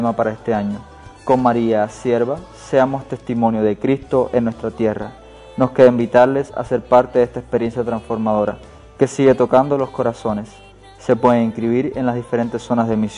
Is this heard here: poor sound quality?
no